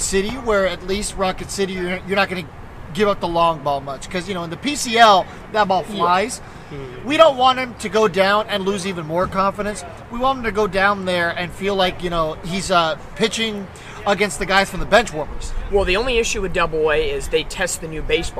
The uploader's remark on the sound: Replay of the live from the Tailgate.